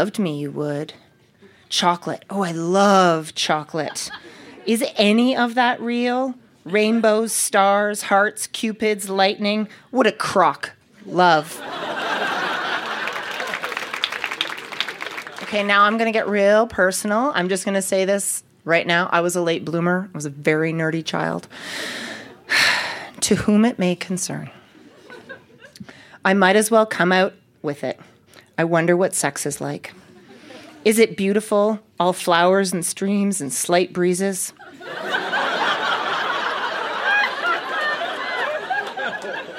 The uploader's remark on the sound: Recorded live at Yuk Yuk's in Calgary, AB.